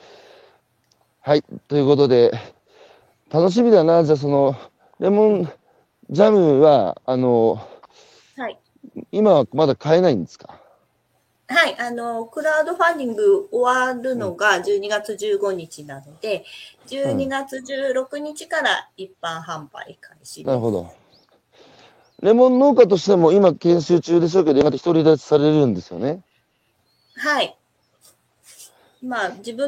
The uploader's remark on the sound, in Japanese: 歩きながら1時間、対談する。